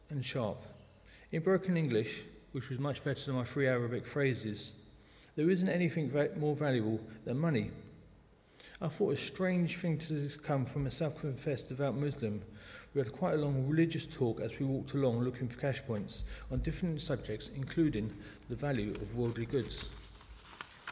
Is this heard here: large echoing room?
yes